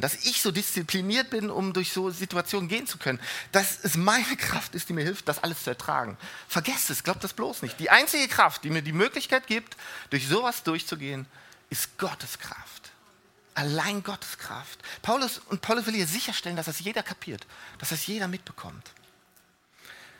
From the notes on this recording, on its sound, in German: Die Predigten der Lifestream Church Regensburg.